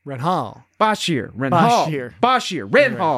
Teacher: Emphasizes the first syllable of every name.